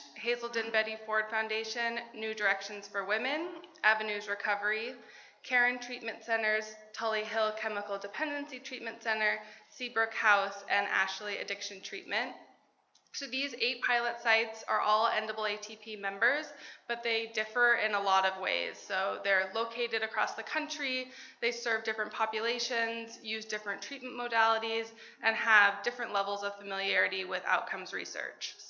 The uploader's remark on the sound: NAATP 2019 National Leadership Conference - GENERAL SESSION 4